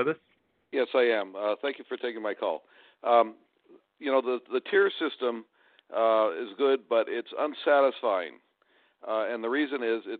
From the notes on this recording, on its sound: Telephone Town Hall.